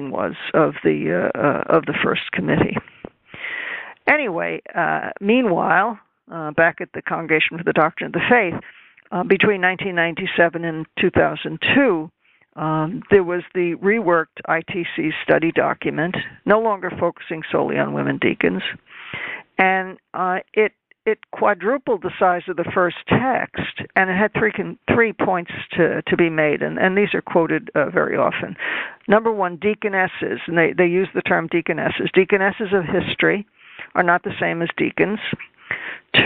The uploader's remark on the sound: This teleconference